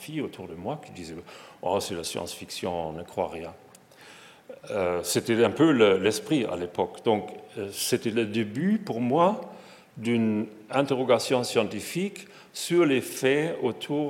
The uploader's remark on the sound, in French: Conférence fête de la science 2022